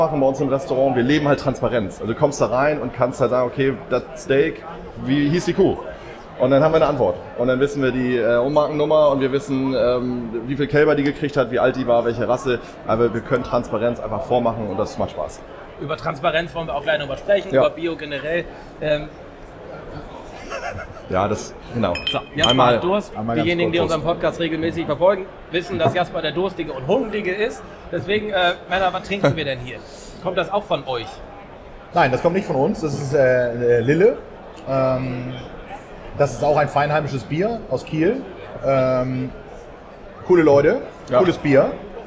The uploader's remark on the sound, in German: LIVE von der Nord Gastro & Hotel. Erstes Live-Special von Bullshit & Käse.